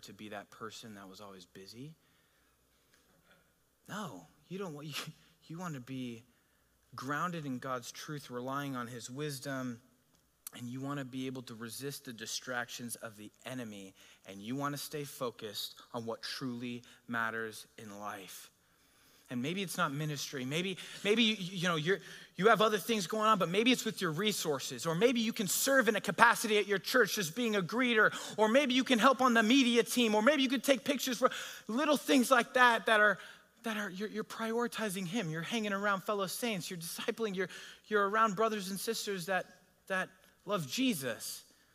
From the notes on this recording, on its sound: a sermon delivered at Godspeak Calvary Chapel in Newbury Park, California on June 19, 2023